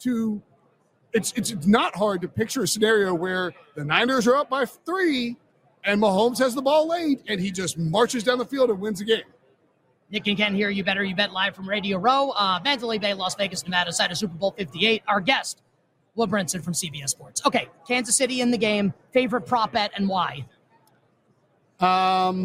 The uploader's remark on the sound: LIVE from Radio Row